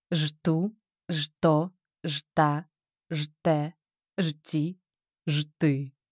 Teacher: Утвердительно, с понижением в конце